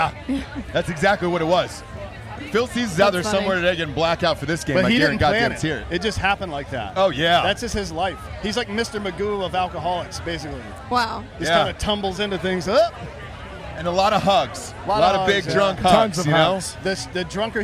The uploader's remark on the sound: live from Notre Dame raging with listeners